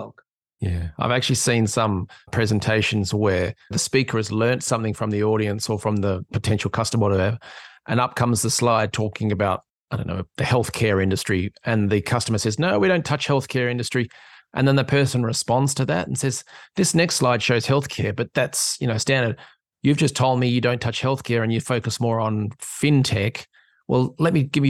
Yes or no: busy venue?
no